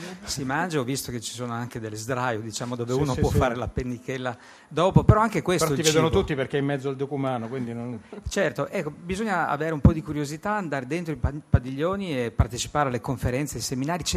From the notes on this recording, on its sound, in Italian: In diretta da Expo 2015.